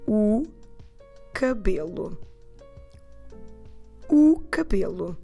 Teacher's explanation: We spell it just with O, just with the letter O, but we pronounce U.